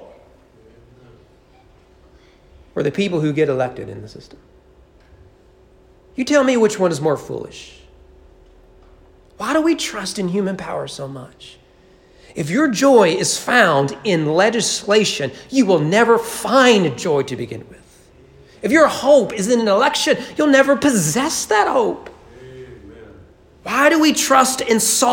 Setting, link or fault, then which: setting, large echoing room